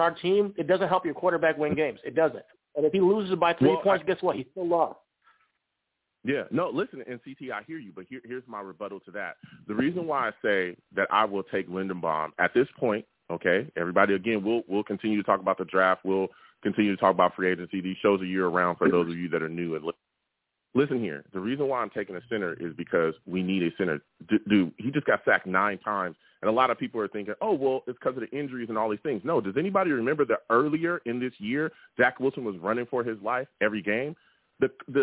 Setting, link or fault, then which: link, phone line